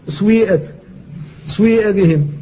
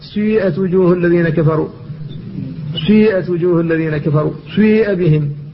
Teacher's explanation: كثير من الناس يقول سويئت، سويئ بهم، وهذا غلط تماما في القراءة، فقد جعل السين ساكنة وجعل بعدها واوا ممدودة بياء، واوا مكسورة ممدودة بياء، هذا لحن لا يمكن أن يستقيم. فإنما ينطق بالسين مكسورة ممدودة بالياء، والياء مشمة بشيء من صوت الواو · Shown in: second take · Term: الإشمام